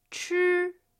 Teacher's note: this is first tone. Yeah, which is a high-level tone